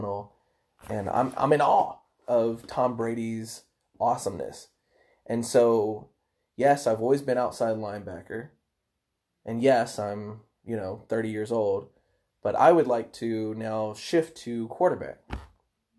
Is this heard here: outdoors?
no